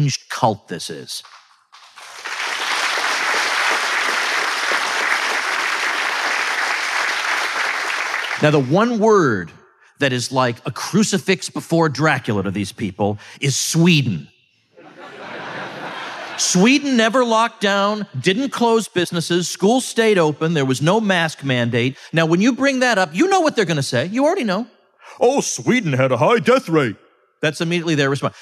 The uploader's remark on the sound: I delivered these remarks at the Ron Paul symposium in Angleton, Texas.